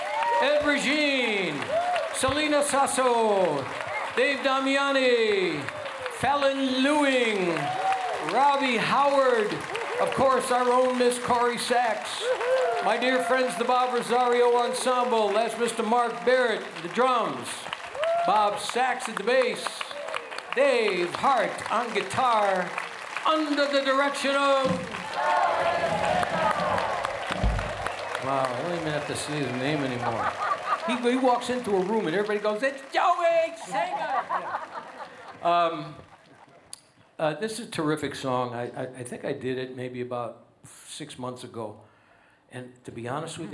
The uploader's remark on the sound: Live at the South Point Casino